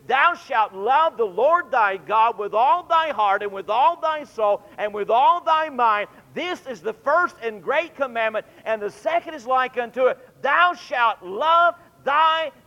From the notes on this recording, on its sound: Temple Baptist Church Archive Podcast. During the PM service on December 5, 2001.